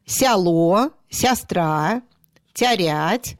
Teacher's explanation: Сильное яканье, произношение вот звука «а» в первом предударном слоге, после мягких согласных